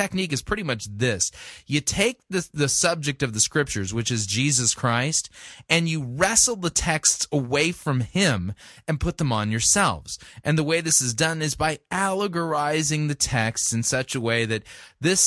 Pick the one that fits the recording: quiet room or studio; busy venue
quiet room or studio